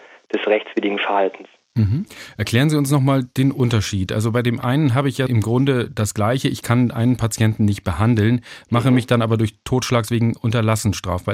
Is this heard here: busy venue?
no